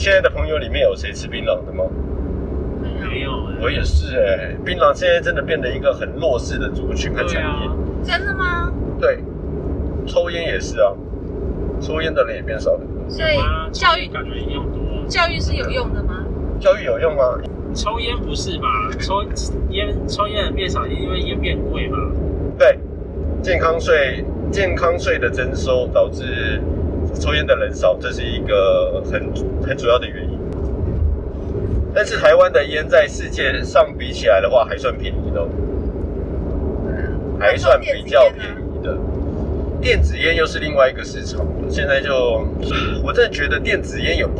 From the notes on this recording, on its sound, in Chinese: 車上錄音。閒聊兜風遊車河。